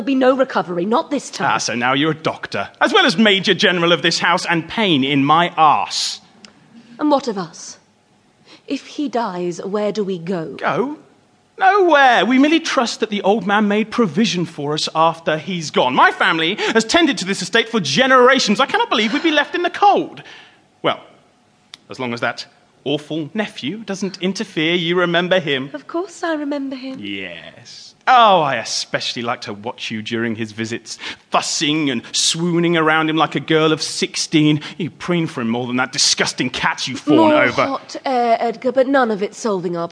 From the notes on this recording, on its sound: The Grimm of Stottesden Hall was recorded in front of a terrified live audience.